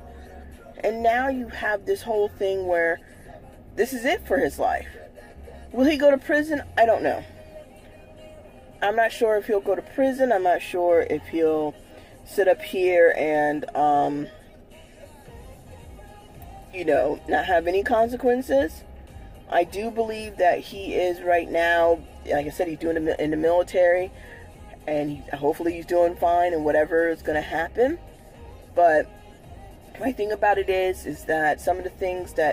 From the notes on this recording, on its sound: This episode was recorded in my car.